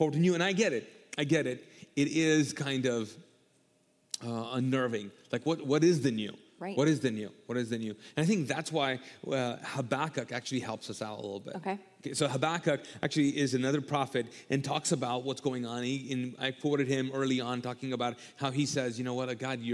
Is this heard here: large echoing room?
yes